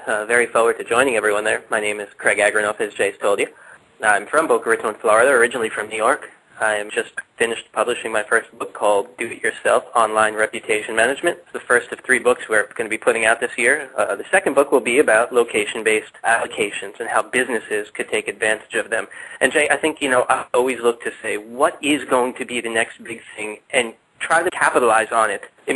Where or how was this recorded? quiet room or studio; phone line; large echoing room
phone line